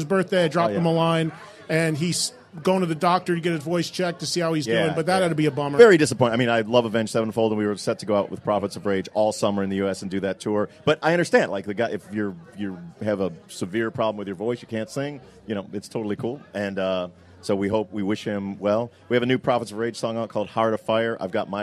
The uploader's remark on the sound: joined live at the Rainbow in Hollywood